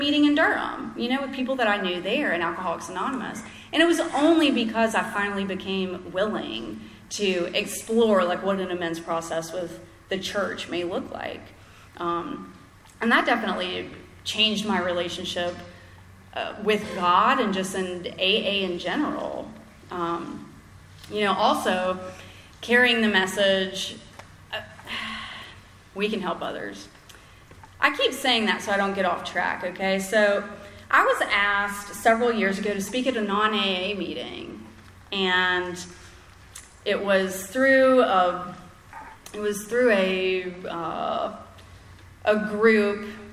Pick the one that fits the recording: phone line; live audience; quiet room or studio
live audience